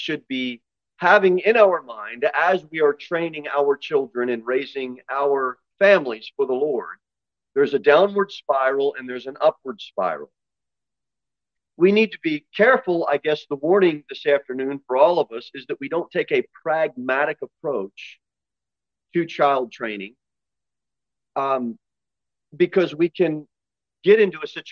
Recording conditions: large echoing room